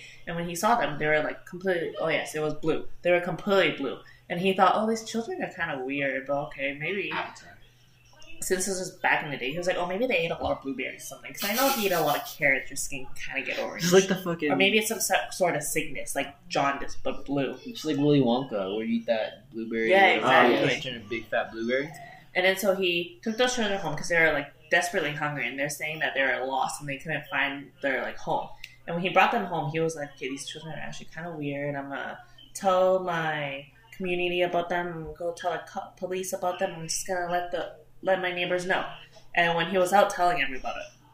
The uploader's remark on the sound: Apologies for the poor audio quality, problems with the setup, but it will be fixed for the next one!